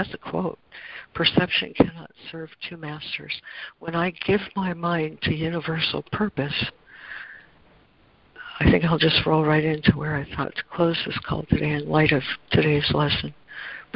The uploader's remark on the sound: ACIM Daily Conference Call.